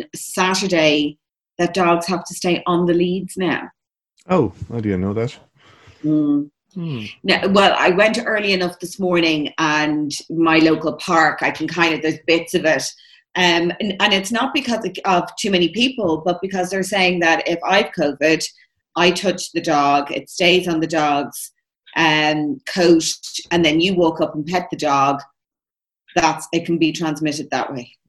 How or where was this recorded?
video call